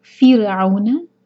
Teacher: रॉ को बहुत बारीक रखना है। रॉ साकिन से पहले फै पर कसरा है, इसलिए फिर आउना, आयन के ऊपर फतहा, वॉ के साथ कनेक्शन मदलीन।